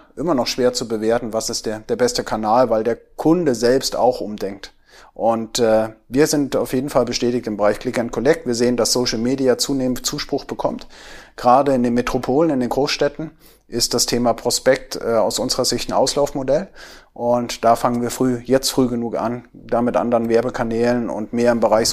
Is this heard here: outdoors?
no